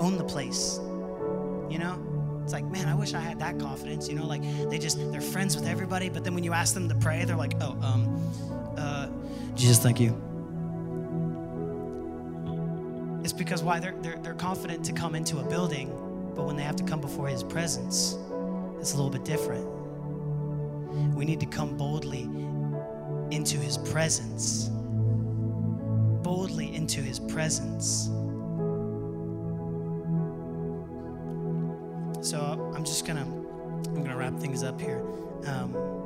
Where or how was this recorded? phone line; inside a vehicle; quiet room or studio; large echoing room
large echoing room